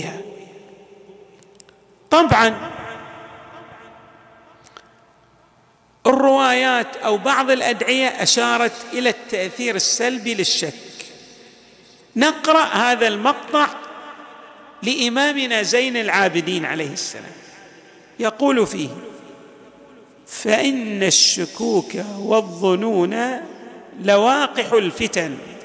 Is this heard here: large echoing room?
yes